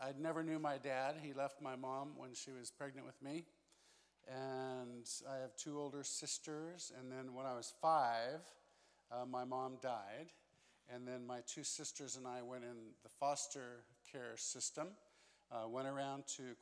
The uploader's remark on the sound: This special episode is a recording of our First Night Session at Immerse Weekend 2022.